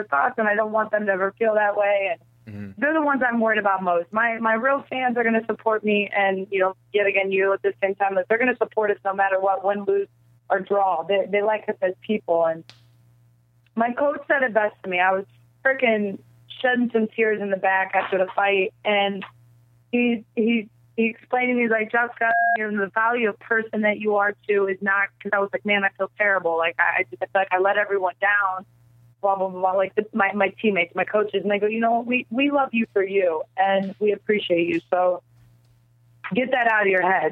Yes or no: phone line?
yes